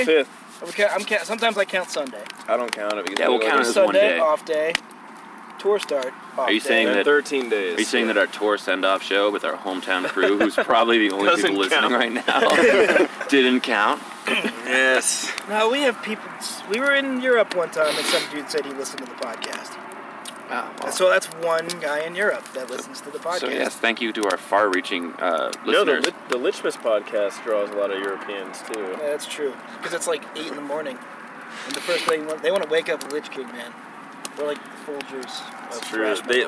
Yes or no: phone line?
no